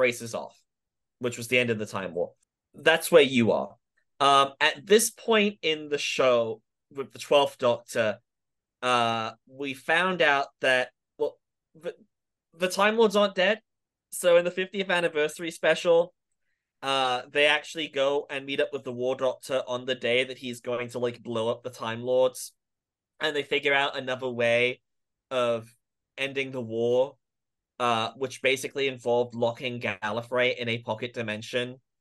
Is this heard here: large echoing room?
no